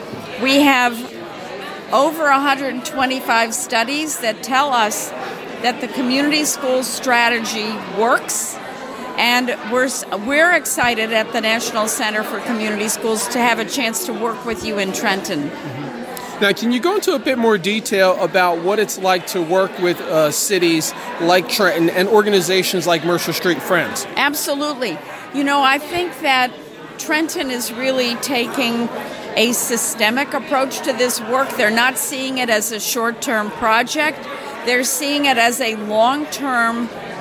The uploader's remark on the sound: during the Mercer Street Friends Community Schools Mini Conference in Trenton NJ